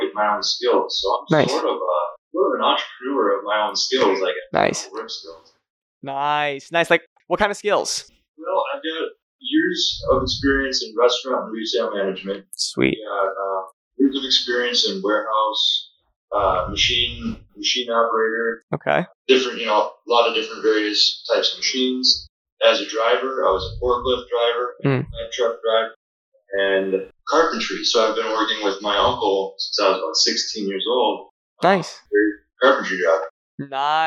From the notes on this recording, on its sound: This recording doesn't have the best audio quality